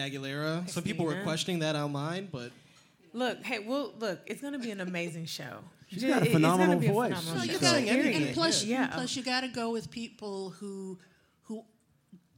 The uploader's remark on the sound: we recorded a live episode of CLE Rocks